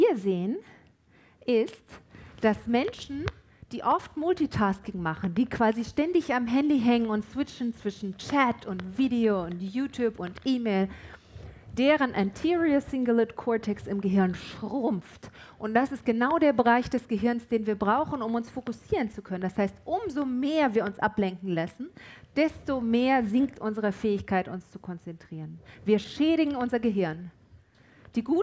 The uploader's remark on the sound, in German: Im DAI Heidelberg. Aufzeichnung des Vortrags.